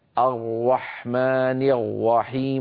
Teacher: أن يستعمل القارئ شفتيه، فنجد الواحد أو الواحدة يقول الرحمن الرحيم، فيستعمل الشفتين، وإذا ظانا أنه يفخم الراء، وإذا به يجعل صوتها مخالطا لشيء من حرف الواو